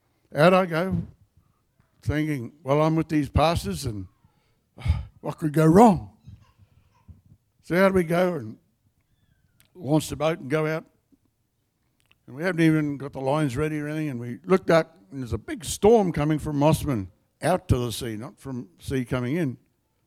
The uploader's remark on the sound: The live stream of Destiny Church Atherton